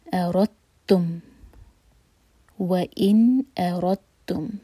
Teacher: وَإِنْ أَرَدْتُمْ یہاں پر دال کو پرناؤنس نہیں کیا جائے گا، دال ایمٹی ہے، اس کے بعد ہے تا، تو یہ ہے ادغام متجانسین، مطلب جنس سیم ہے لیکن دونوں کا مخرج الگ ہے، دا اور تا، زبان ہماری سیم جگہ پر لگ رہی ہے دال کے لیے بھی اور تا کے لیے بھی، تو ہم جس پر شدہ ہے اس کو پرناؤنس کریں گے صرف.